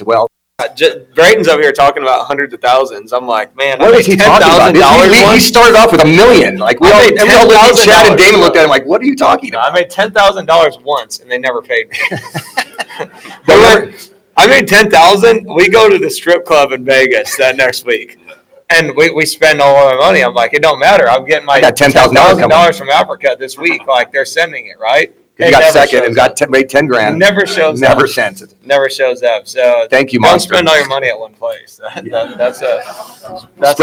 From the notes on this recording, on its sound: Tonight's show comes to from interviews done at the Justin Brayton Shootout. At the shootout at pole position raceway Grimes, Iowa.